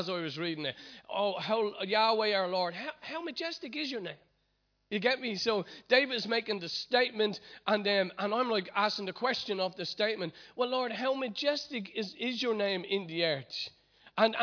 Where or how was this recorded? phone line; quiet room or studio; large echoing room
large echoing room